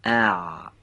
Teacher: حرف اول به صورت نازک از وسط حلق تلفظ میشه · Term: حرف عین